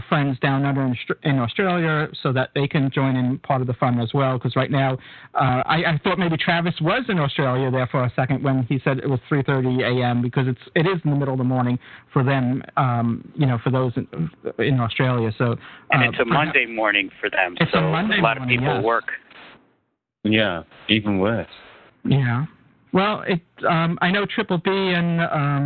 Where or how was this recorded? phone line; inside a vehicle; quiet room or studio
phone line